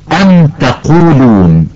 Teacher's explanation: لاحظي الميم الساكنة لم يأتي بعدها الميم ولا الباء، وإنما أتى بعدها حرف التاء، لذا نطقنا الميم بوضوح وبدون غنة